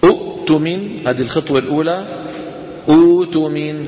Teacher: نبدل همزة القطع الساكنة حرف مد مجانس لحركة همزة الوصل